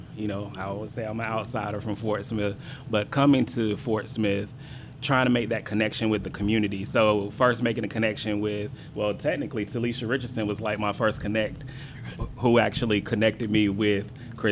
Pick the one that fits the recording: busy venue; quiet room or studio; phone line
busy venue